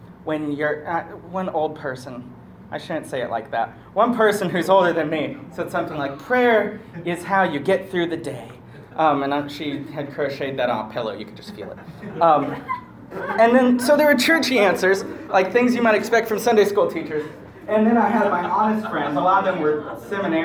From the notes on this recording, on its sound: Talk 3/3 from "Get To Work" youth conference in Laguna Beach, Fl - 2017